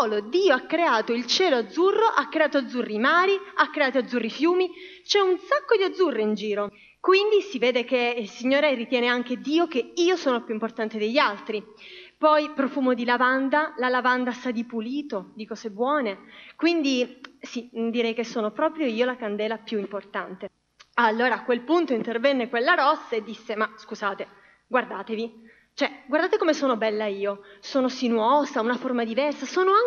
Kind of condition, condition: setting, large echoing room